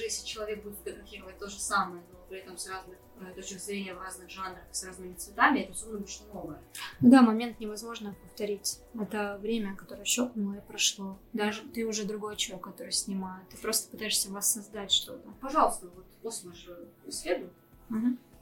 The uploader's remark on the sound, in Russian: У данного выпуска специфичный звук из-за формата "интервью в гостях", а так же были небольшие технические накладки с аппаратурой, поэтому небольшой дисклеймер и извинения перед любителями чистого звука.